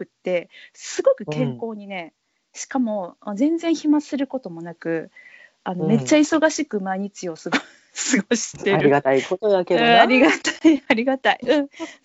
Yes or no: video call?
yes